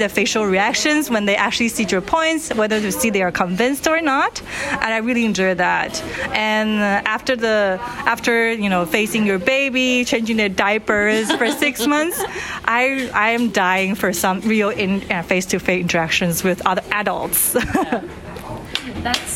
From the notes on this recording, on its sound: audio diaries taken at this incredibly large academic conference